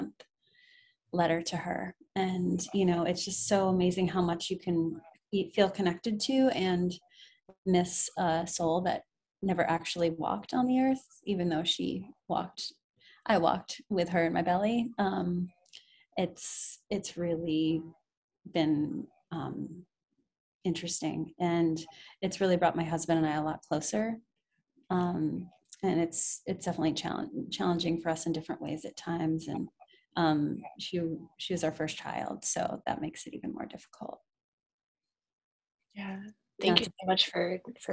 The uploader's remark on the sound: We recorded this podcast over zoom a few months ago.